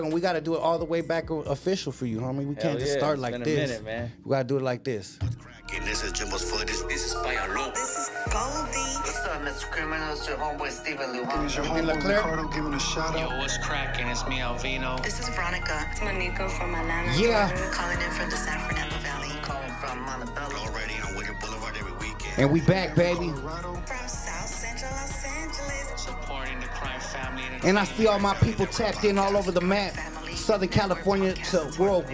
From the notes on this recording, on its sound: On Air LIVE! Calls in from Pelican Bay State Prison.